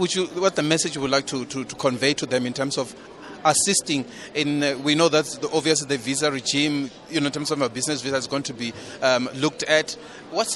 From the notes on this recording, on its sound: On the sidelines of the 5th South Africa Investment Conference